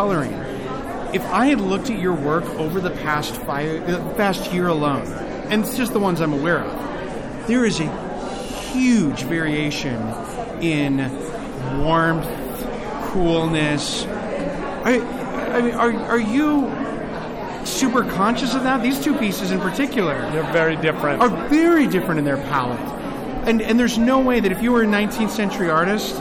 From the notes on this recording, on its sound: Were fortunate to attend the opening of the 93rd Spring Salon. Live from the Springville Museum of Art.